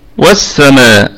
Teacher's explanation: والسماء الميم متحركة فهي في الدرجة الخامسة يعني في أقل درجات الغنة، وأيضا فيها مد يعني بعدها.